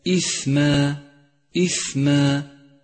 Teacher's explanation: لاحظ صفة الهمس لحرف الثاء في كلمة إثما إثما، فهو حرف ضعيف يحتاج لجريان النفس معه ليقوى